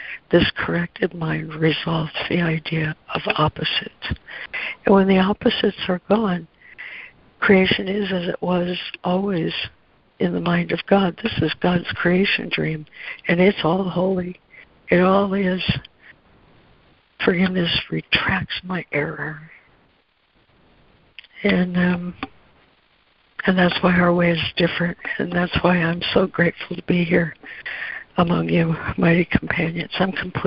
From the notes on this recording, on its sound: ACIM Daily Conference Call.